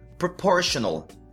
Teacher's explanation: Ele tem três sons de schwa.